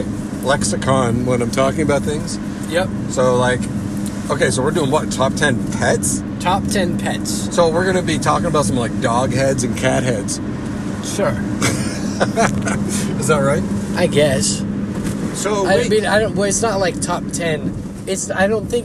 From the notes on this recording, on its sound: Recorded in the car during a cross country trip